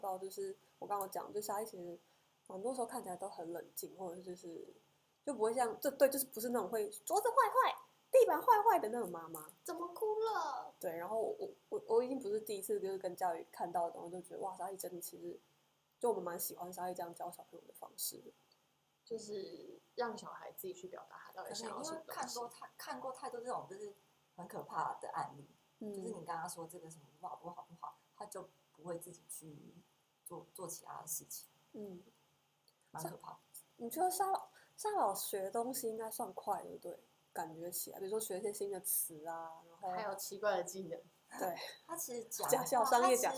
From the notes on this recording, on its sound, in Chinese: 感謝只要有人社群顧問提供錄音器材及場地。這集收音品質出了點問題。